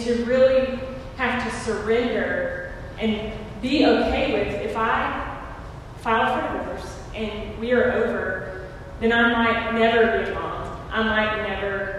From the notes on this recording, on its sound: recorded Sunday, February 23rd 2020 at our 11:00am worship service